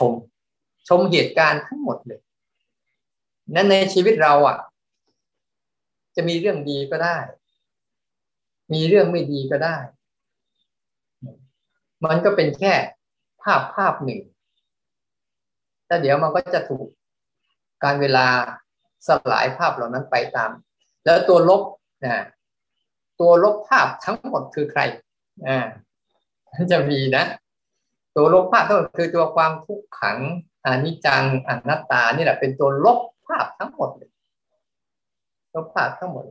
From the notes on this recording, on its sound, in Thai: เป็น 1 ใน 3 คอร์สออนไลน์ (ผ่านโปรแกรม Zoom)